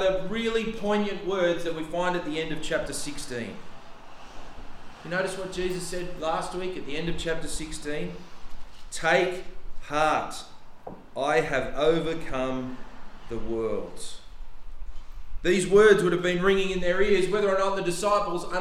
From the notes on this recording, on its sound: The sermon was preached on 26th November 2023 at all services of Helensburgh and Stanwell Park Anglican Church.